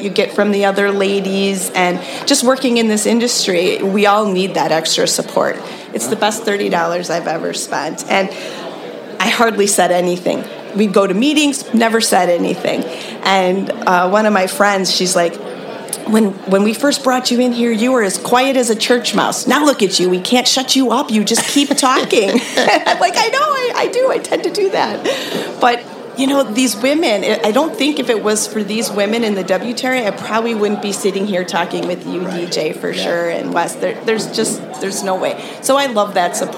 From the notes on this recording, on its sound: SURPRISE podcast interview LIVE from the Midwest Regional Tow Show!